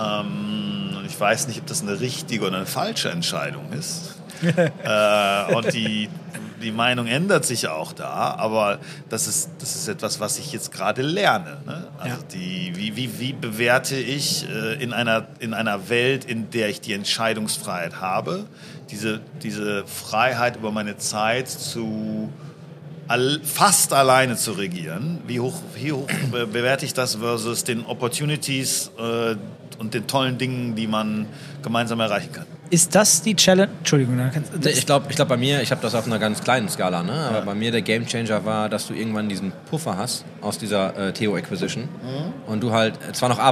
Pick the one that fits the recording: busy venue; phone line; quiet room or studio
busy venue